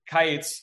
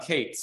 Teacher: they flattened their diphthongs into a flatter vowel · Shown in: second take